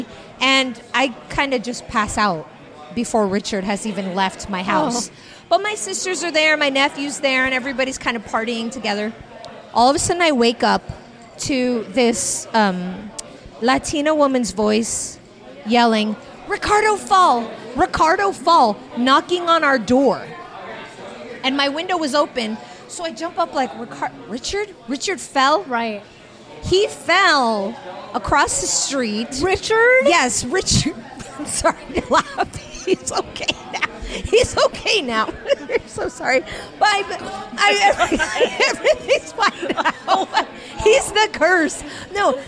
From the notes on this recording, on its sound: Recorded on location at the 2am Club , one of our favorite (and maybe only?) dive bars in Mill Valley.